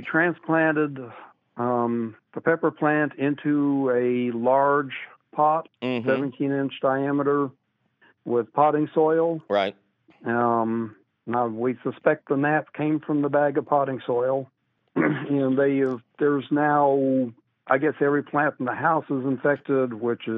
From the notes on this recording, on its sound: your fabulous phone calls!